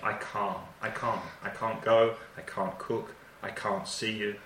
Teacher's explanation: So try and focus on the vowel, el sonido vocal. El sonido vocal in the negative, in negativo, es más largo, es calm.